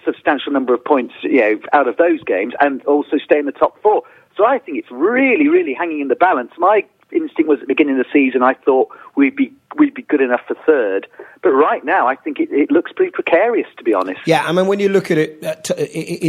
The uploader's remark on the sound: In the studio. On the phone.